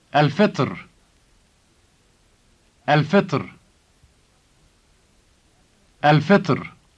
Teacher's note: notice the emphatic sound ta, which occurs before the final R sound